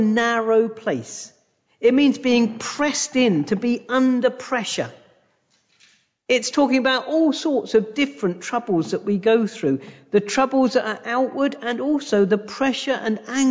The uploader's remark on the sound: A direct recording of the sermon from our YouTube live stream.